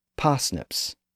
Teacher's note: the R sound was sometimes silent after a vowel